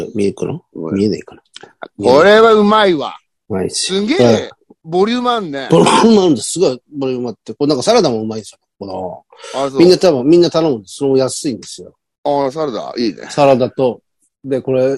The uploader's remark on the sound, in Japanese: ZOOMで収録